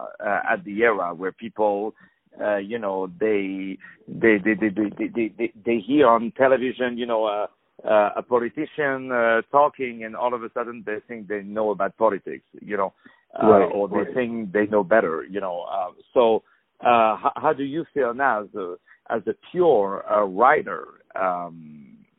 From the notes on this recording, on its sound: On the phone